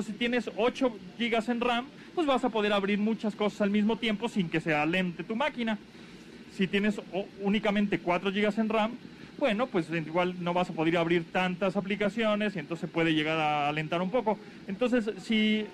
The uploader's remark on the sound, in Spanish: festejamos nuestro primer aniversario desde el Parque Bicentenario en compañía de nuestros colaboradores y público conocedor